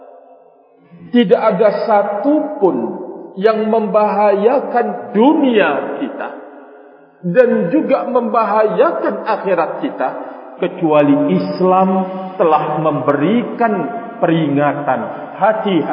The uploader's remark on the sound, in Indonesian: KAJIAN ISLAM ILMIYAH SUMBAWA BARAT NTB. Masjid NURUL ISLAM (Masjid Kecamatan Maluk, KSB - NTB).